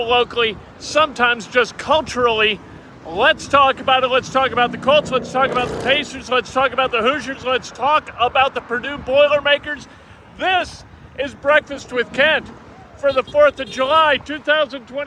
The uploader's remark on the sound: As happens when we go live from Geist Reservoir - people shout out and cause a ruckus